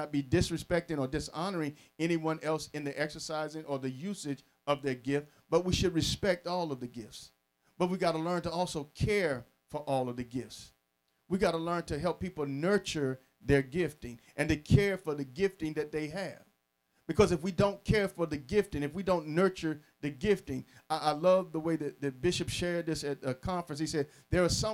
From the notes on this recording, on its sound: Sermon preached from Wesley AME Zion Church